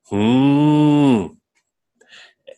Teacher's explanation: And it's, you can laugh, but it's written in Sanskrit. It has that, an H, that aspirated sound, and then a very short I, right? So it's actually probably pronounced more like English, hmm, right?